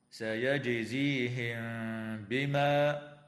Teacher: وتخفى الميم الساكنة مع الغنة عند الباء